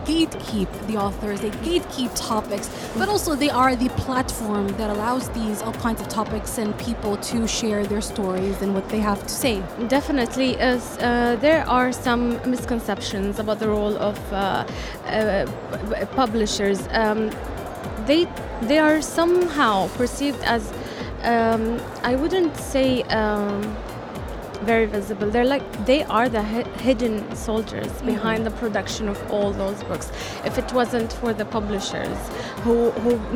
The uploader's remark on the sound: Live at SIBF 2023